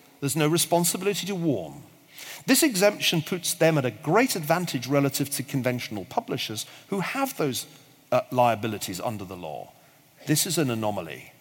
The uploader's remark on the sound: The audio of this live Intelligence Squared event was recorded in London in 2017.